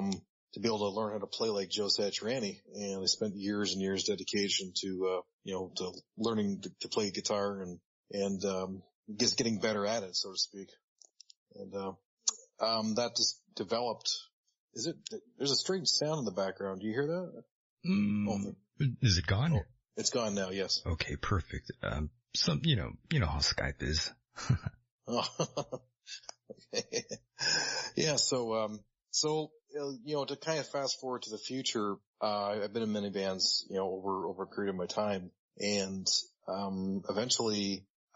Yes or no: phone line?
no